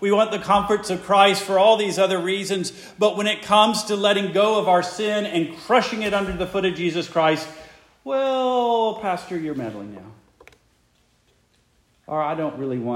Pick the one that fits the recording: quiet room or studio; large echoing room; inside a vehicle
large echoing room